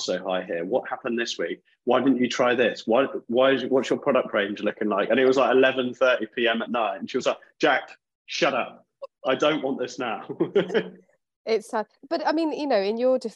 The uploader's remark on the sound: Sat in the hot seat at Property Jam Towers (or their own houses because we record on Zoom!!).